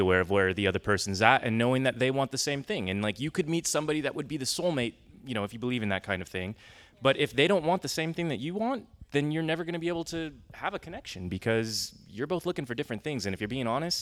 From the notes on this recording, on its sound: Recorded February 12, 2017 at the CLARA auditorium in Midtown Sacramento. Post-Sunday brunch discussion.